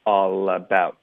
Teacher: about 的特省略，导致一个停顿 about 顶舌头的停顿 about 要干脆